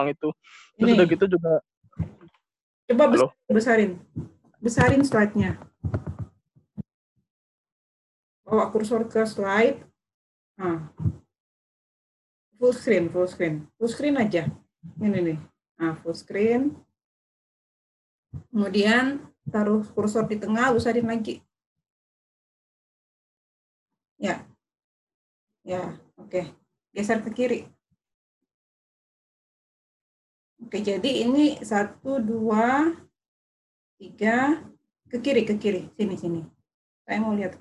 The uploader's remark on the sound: Zoom meeting.